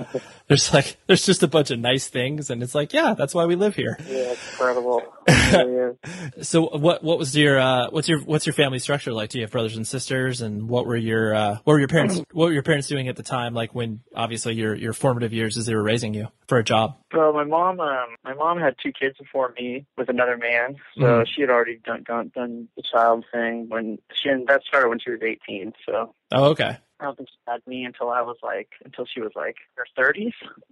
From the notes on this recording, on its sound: he was kind enough to hop on the phone with me while on break at school